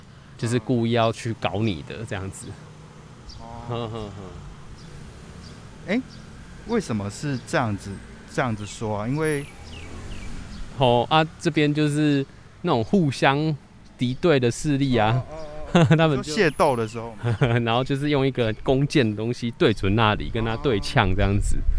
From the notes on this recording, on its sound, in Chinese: 本集分兩個片段，包含室內錄音與室外走訪，故音質有所差異，敬請見諒。